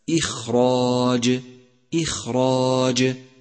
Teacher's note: خامسا، تأمل كيف جاء حرف الخاء ساكنا في كلمة إخراج إخراج، وهذا يستدعي تفخيمه ولكن بشكل يسير بسبب السكون